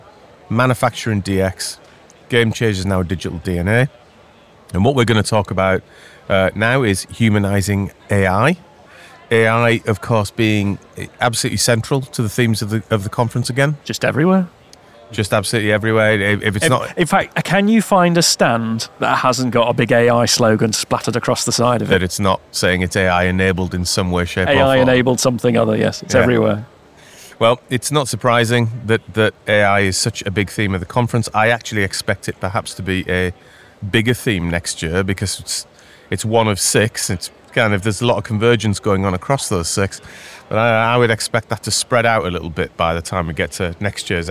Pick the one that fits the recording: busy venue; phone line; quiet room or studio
busy venue